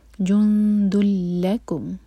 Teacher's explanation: نون کی آواز بالکل نہیں آئے گی، بالکل غنہ نہیں کریں گے، دل کہیں گے بالکل. · Term: بغیر غنہ